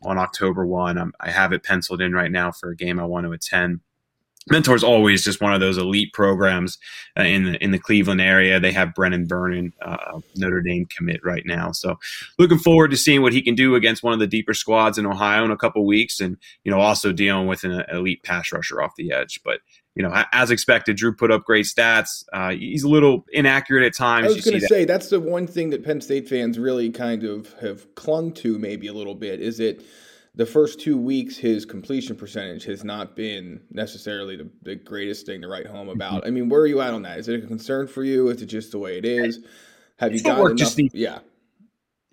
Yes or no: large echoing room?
no